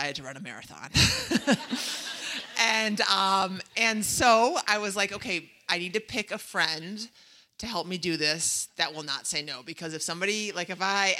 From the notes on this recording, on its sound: Recorded in front of the Hilton Head Island Retreat attendees, this episode is full of rowdy laughs and get-you-moving inspiration.